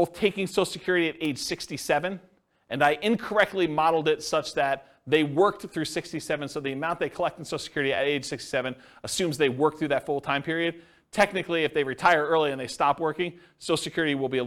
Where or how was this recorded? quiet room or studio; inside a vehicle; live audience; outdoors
live audience